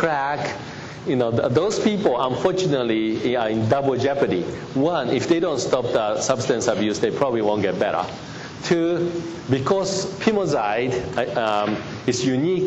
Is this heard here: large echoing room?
yes